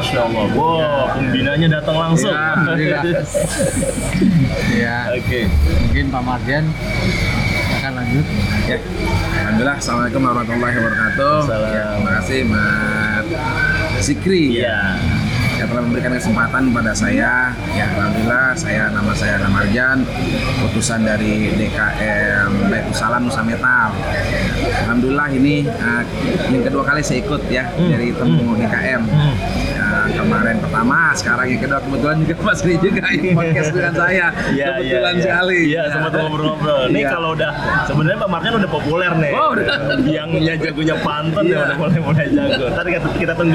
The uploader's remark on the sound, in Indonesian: Live Report Temu DKM 2 2023 direkam langsung di sela-sela acara pada 6-7 Oktober 2023 di Grand Mulya Hotel, Sentul Bogor.